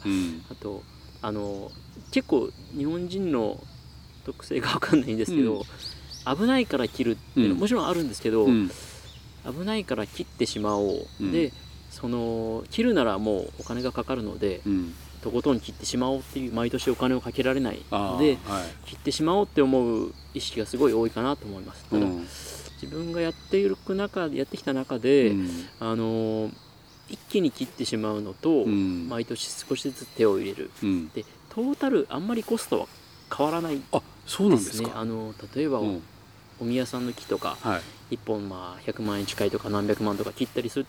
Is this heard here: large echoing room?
no